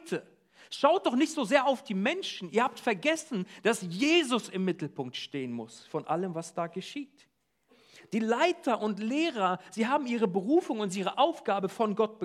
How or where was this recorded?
large echoing room